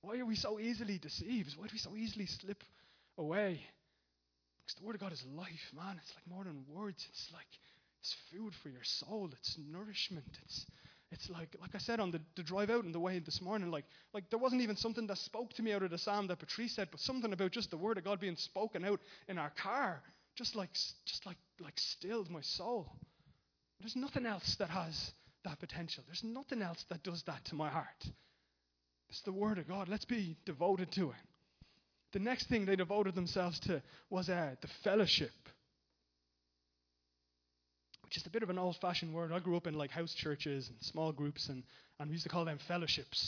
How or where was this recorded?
large echoing room